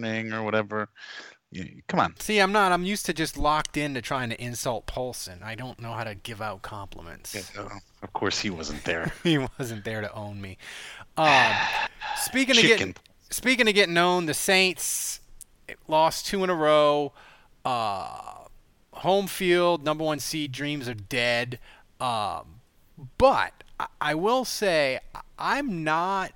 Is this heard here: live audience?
no